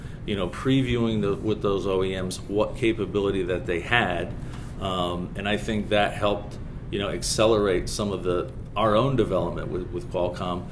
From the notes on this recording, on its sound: At the Satellite 2023 conference in Washington, D.C.